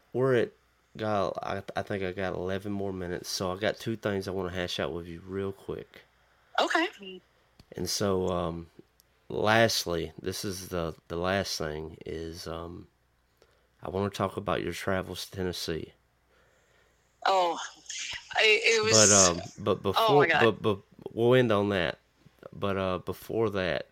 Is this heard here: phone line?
yes